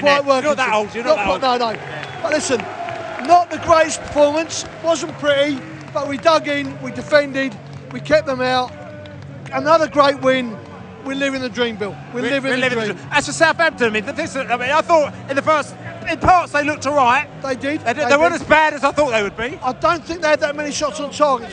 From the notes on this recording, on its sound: Post-Match Podcast From The Stands and the Pub. A trip to St Marys was next for Brentford.